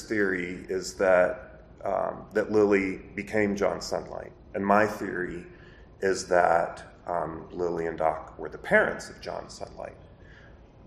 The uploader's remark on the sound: PulpFest 2023. The panel was part of FarmerCon 18.